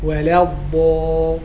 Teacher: ترقق اللام وتفخم الضاد لا تجعل الضاد المفخمة تفخم معك اللام